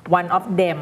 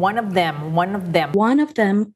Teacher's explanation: thนะคะต้องมีปลายลิ้นออกมานะคะ